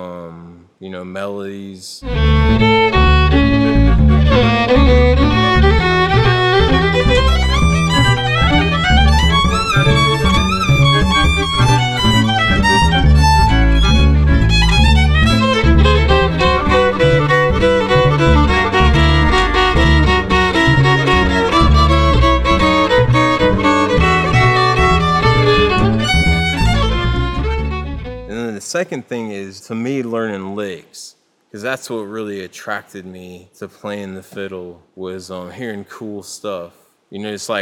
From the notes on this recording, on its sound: sat down to speak live at the 2014 Creative Strings Workshop